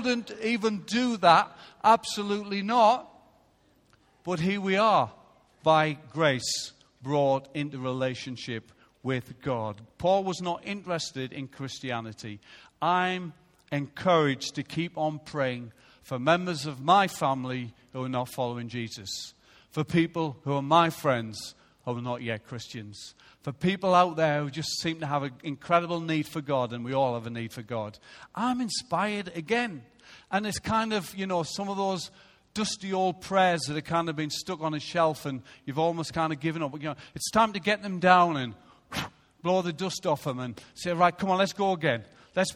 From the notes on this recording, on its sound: Recorded live at Life Church on Sunday 3rd July 2016.